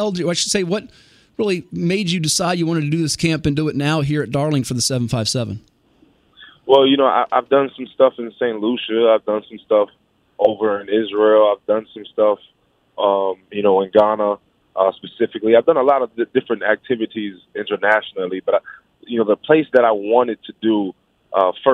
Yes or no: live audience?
no